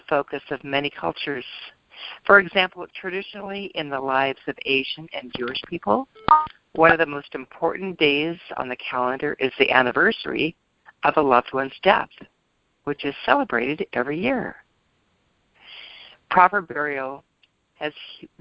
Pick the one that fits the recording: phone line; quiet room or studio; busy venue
phone line